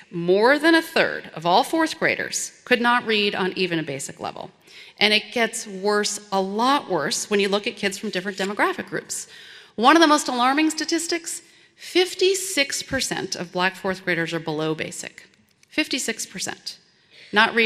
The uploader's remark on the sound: This program was recorded in front a live audience at Westminster Presbyterian Church in downtown Minneapolis.